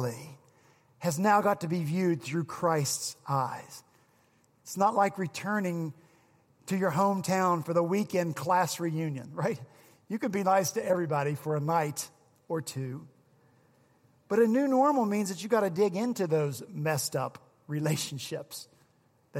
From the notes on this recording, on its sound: On Easter Sunday at Redeemer Presbyterian Church in Charleston, SC